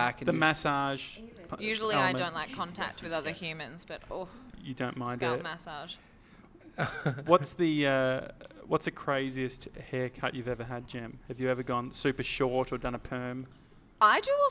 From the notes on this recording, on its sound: After getting a haircut at Kings Domain Barber Shop, we headed across the road to the Joey Scandizzo Salon.